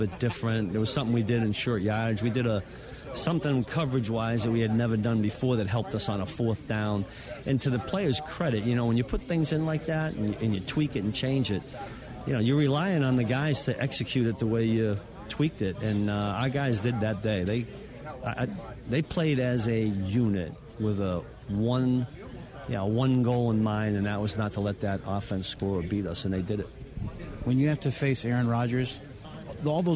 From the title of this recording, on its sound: Live From Super Bowl Radio Row